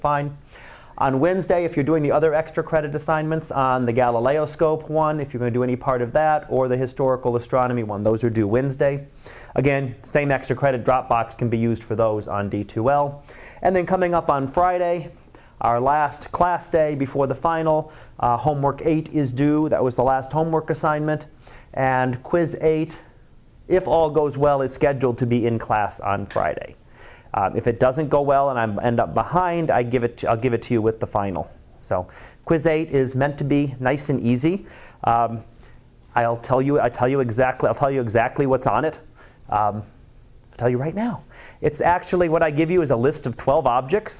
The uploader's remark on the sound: Live Class Lecture